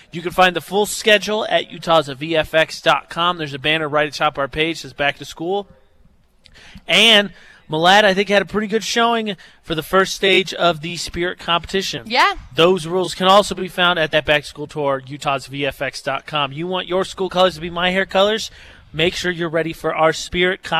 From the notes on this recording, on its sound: Broadcasting live from Malad High School to kick off their Back 2 School Tour!